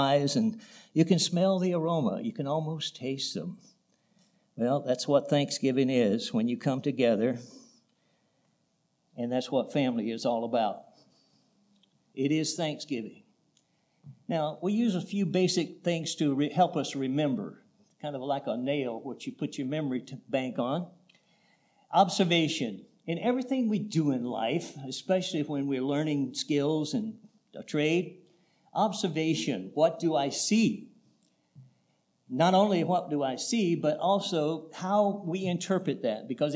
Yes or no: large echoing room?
yes